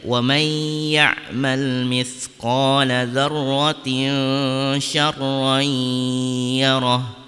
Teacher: ada dua idgham, dua hukum idgham bigunnah yang harus kita dengungkan, dan juga ada hukum ikhfa yang harus kita berikan dengung. Yang pertama wa mai harus kita tahan.